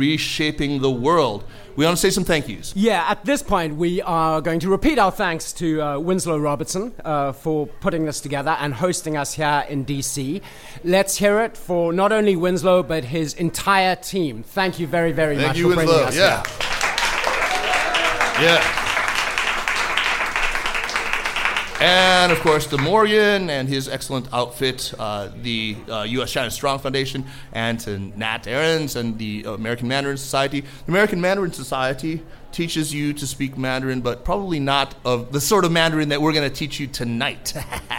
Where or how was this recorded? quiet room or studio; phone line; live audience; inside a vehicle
live audience